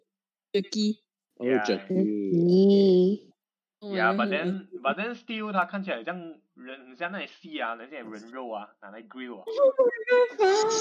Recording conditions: poor sound quality